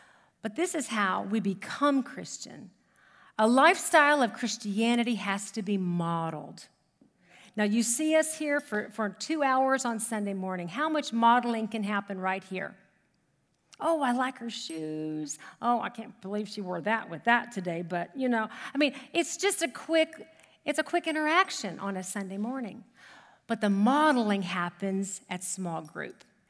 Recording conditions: large echoing room